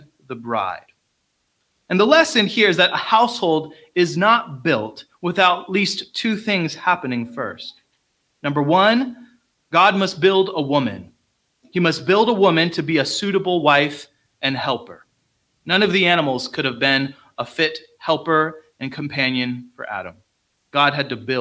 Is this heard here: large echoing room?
yes